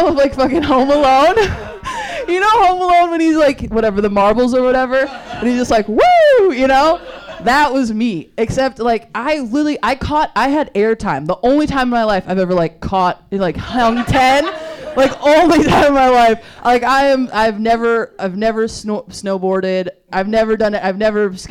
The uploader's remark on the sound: Failure Live at the Lincoln Lodge. The first-ever LIVE AUDIENCE episode. Faces hurt from laughing so hard.